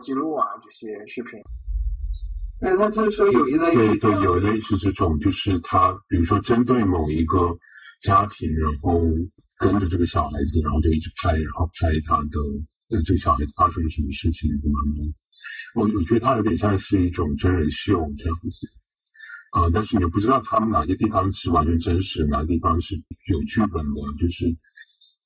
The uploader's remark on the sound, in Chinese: 本期录音质量一般，大家见谅。